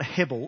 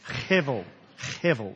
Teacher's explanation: it's the back of the throat kind of thing. And a B is actually a V. · Shown in: second take · So if we're going to, it's not Hebel, it's Hevel.